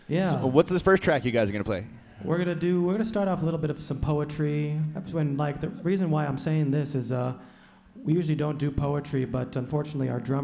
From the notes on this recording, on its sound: We went live at Western Sky Bar & Taproom in Englewood, CO and heard some poetry and some sick jams. TWO STRING BASS AND SAX!